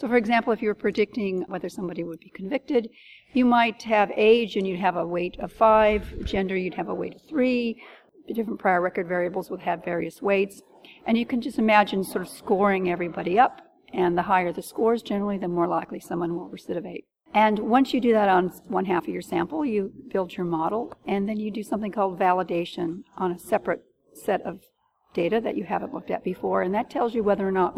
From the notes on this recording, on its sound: In this podcast recorded at the Courts. I’m here today at the Court’s Community Engagement and Innovative Practices in a Changing Landscape Conference. In Anaheim.